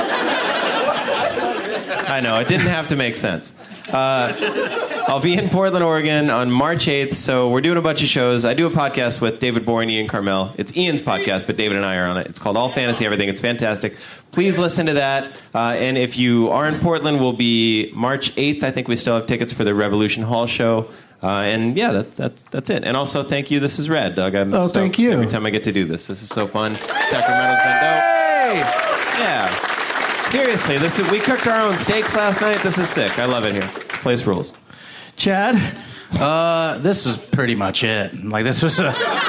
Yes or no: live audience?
yes